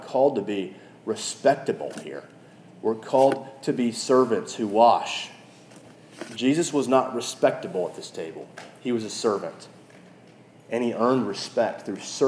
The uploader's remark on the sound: This message was preached at our local church, Christ the King (across from the Edge apartments on Classen).